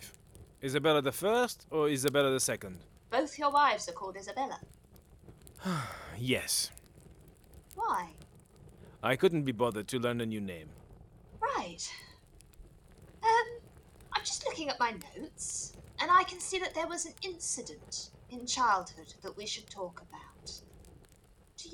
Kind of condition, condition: fault, poor sound quality